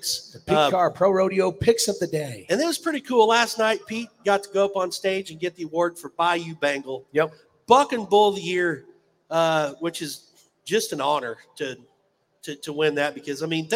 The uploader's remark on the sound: RümpChät Live at the 2023 NFR.